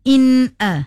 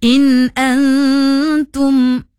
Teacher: Okay, pada ayat tersebut membaca in antum dia membaca dengung pada kalimah in a, sedangkan nun mati bertemu dengan huruf hamzah. Itu adalah izhar halki dan tak boleh dengung. · Shown in: second take · Itu bermaksud, kalau izhar ni bermaksud jelas.